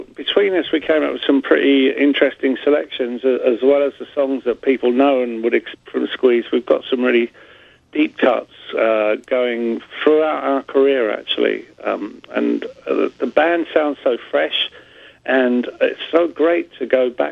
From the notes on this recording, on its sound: called in for a chat